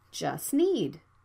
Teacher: The first rule is consonant cluster. When the T and D sounds are between consonants, the sound can be dropped. For example, just need you can see the T is between consonants, so the sound can be dropped.